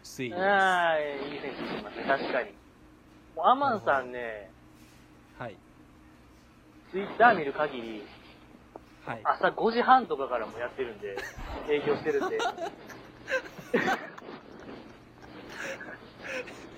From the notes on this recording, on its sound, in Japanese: 雑音がえげつないですが